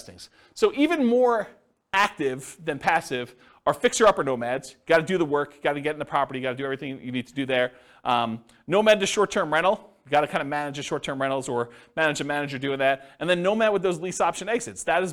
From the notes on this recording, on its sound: This was a live class recorded